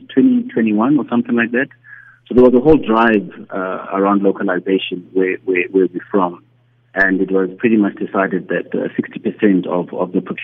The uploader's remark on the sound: Investing in African Mining Indab, the worlds largest mining investment conference is currently taking place here in Cape Town. Joining over the phone is.